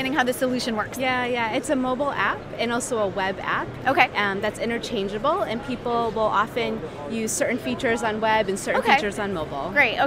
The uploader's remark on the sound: LIVE from #HiMSS17